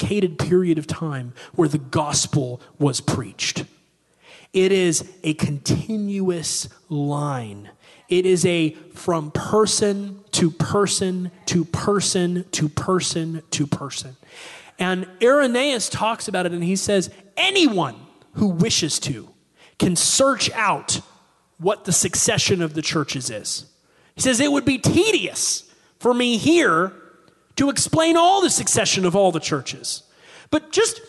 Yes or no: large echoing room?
yes